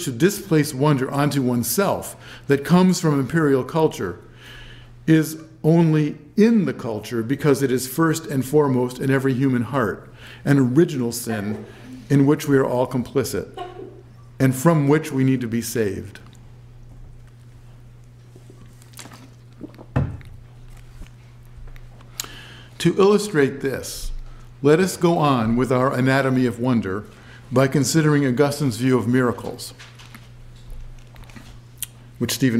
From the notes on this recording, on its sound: given at the University of Chicago on February 2, 2012